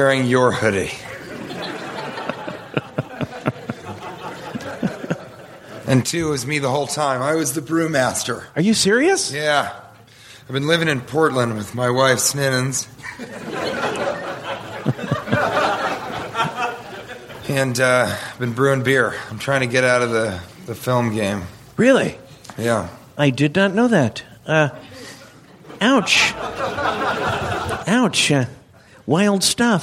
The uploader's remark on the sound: Live from Portland!